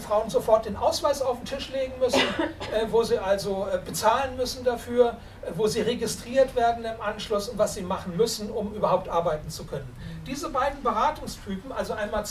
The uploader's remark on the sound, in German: Mitschnitt der im FranzK (Reutlingen) am 11.10.2019 stattgefundenen Veranstaltung.